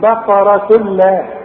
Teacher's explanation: ما تغنش ده العلماء بيسموه ادغام كامل بدون غنه